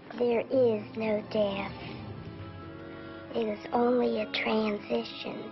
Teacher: It's like very high-pitched voice, but it's soothing. It's like a soothing high-pitched voice. It's very weird. It's breathy.